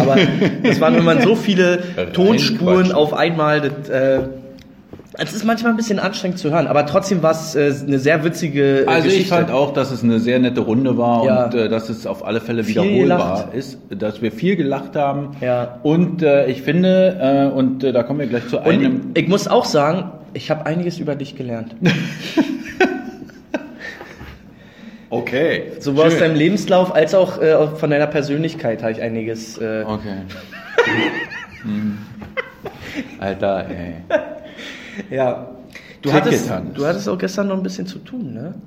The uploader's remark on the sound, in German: Der Livepodcast